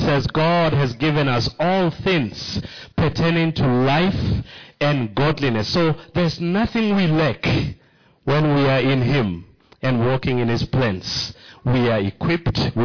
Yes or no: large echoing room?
yes